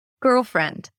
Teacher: it's a set phrase and the word girl is a little higher in pitch